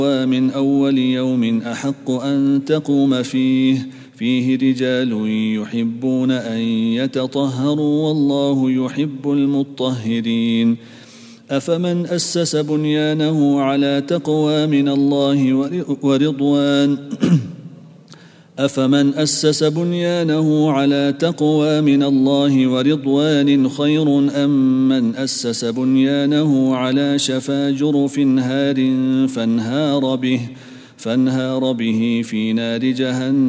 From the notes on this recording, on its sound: at the Houghton Masjid (West Street)